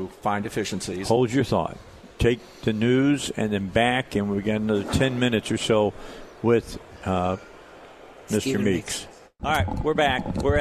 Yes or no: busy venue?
yes